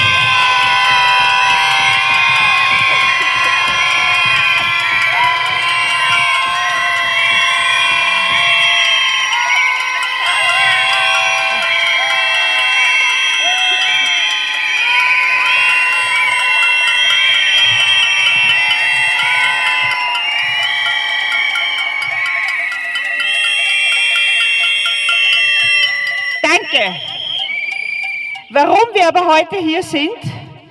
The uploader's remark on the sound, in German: O-Ton] Schreitag gegen Femizide am 1. März 2024 in Wien